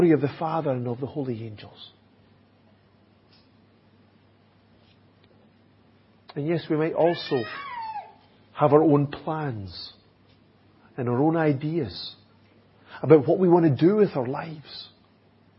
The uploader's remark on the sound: Audio recording of the Sunday morning Bible Teaching given. At Enniscorthy Christian Fellowship, Enniscorthy, County Wexford, Ireland.